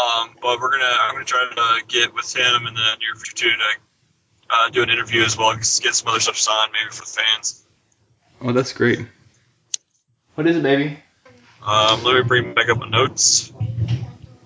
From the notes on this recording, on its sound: We ran into some technical snags trying to get good audio on this check-in since they were on the run